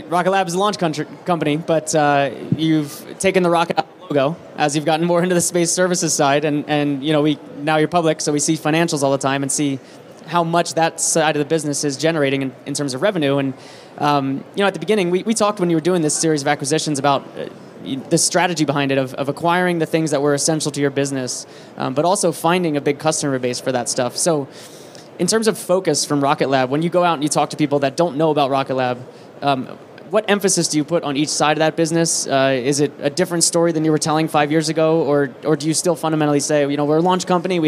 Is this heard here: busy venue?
yes